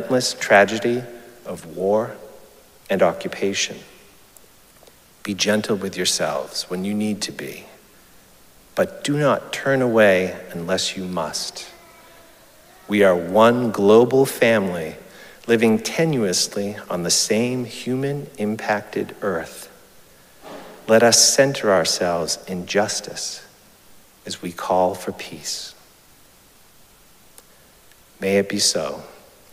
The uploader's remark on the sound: Recorded live at Arlington Street Church